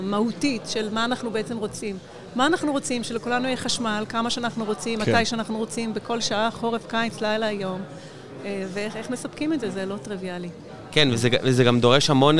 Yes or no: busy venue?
yes